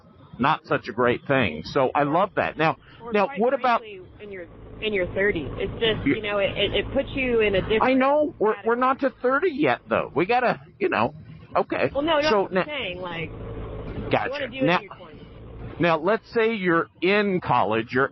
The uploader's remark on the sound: Go on a motorbike journey (literally). Excuse the audio, it is on bikes. They often have interesting convo's whilst on the bikes.